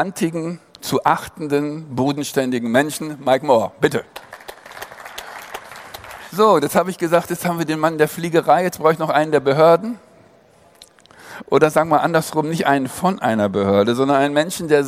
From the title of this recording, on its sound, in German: Podiumsdiskussion auf der AERO 2019